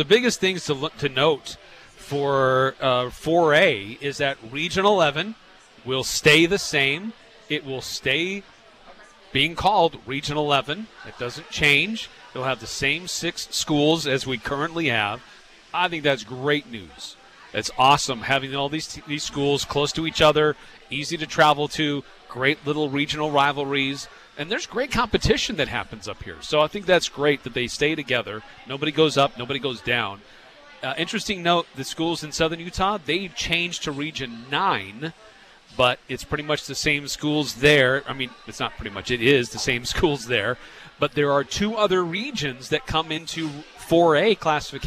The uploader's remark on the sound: Broadcast live from Beehive Grill.